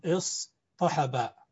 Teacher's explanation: كذلك افتعل من صحب، سنزيد همزة في أول الكلمة وتاء بعد الصاد فنقول اصطحب، ثم تقلب التاء إلى طاء لأن قبلها صاد